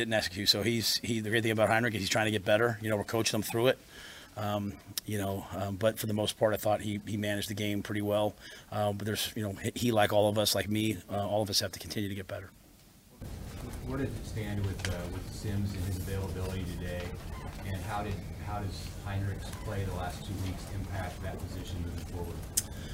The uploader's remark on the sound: Post Game Press Conference